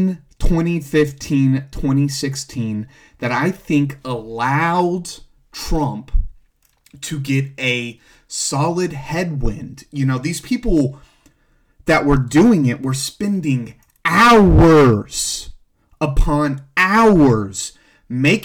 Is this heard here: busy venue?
no